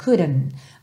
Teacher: E ele também é uma característica mais frequentemente encontrada nos britânicos do que nos americanos, tá bem? Nos americanos é mais comum a gente ver couldn't, couldn't, ver esse D como rarara